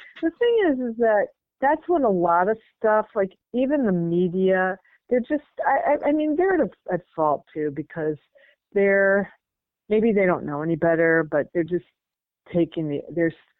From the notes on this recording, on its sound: This is a quick phone call we had just before I hopped on a plane back home